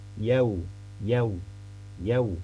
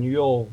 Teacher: Pertemuan antara vokal a dan u itu tetap tidak dileburkan · Shown in: first take · ya. Tapi justru dipertahankan masing-masing a dan u itu. · Term: Diftong